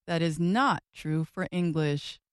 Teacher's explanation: you just heard me add stress to the word not to help make that message clear. When we talk about stress in spoken language, we are talking about saying something louder and holding the sound a little longer. · Term: sentence stress